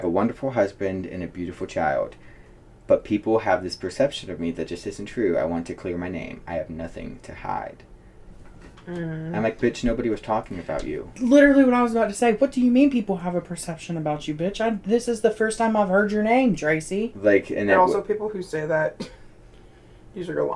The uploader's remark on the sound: sorry if the audio is a little off, this is my first time having two co-hosts and I only have 2 mics